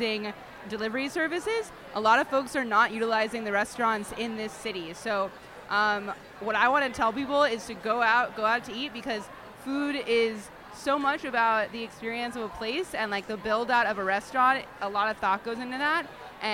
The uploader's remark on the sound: at the Good Food Mercantile 2020